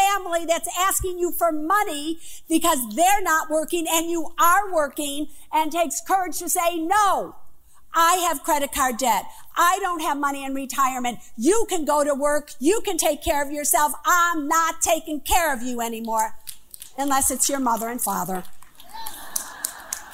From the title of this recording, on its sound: Live From The Apollo Theater